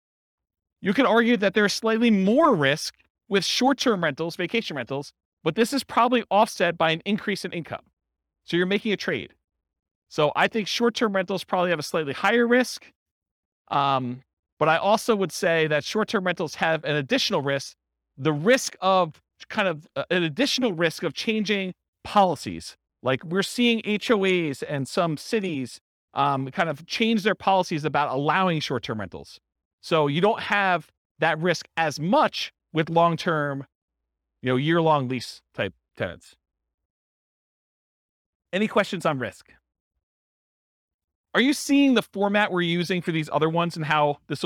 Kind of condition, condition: setting, live audience